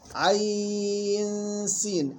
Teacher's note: النون مع السين عندنا إخفاء حقيقي ويغنى بمقدار حركتين، والغنة مرققة